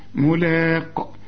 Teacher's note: إذا وقفت على هذه الكلمة تقول ملاق، وتقلقل القاف